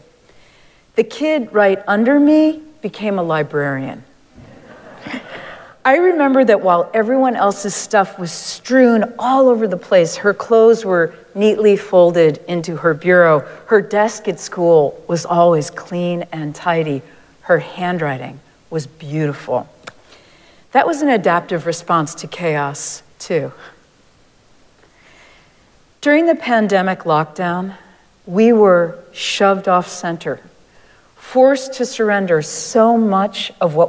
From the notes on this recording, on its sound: Recorded live at Arlington Street Church.